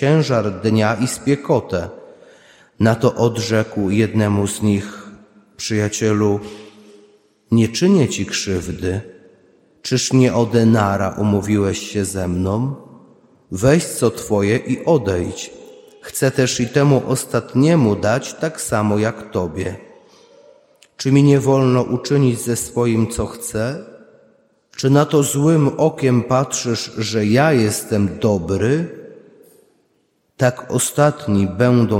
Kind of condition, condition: setting, large echoing room